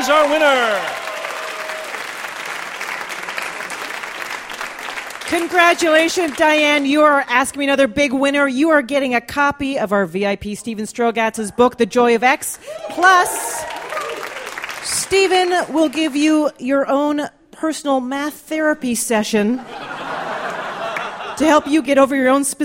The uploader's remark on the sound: Live From The 2013 World Science Festival